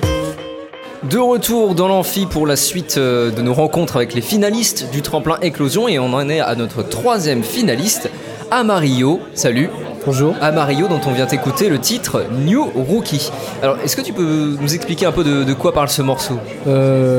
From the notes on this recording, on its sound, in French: En direct du barouf pour la finale du tremplin éclosion